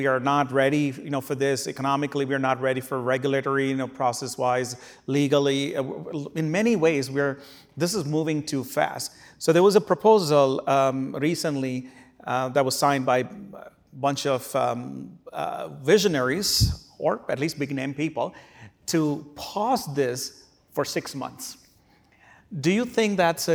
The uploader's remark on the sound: Who spoke at the Crosscut Ideas Festival in May 2023.